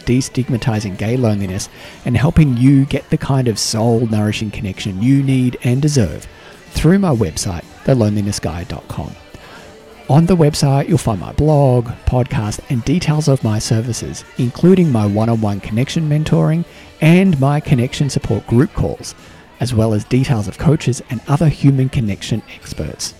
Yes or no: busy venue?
yes